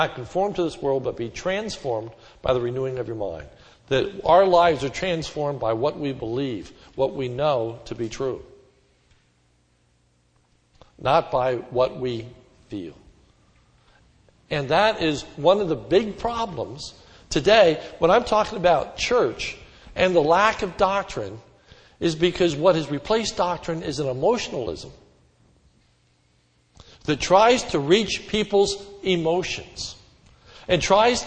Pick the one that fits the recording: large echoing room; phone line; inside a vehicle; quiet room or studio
large echoing room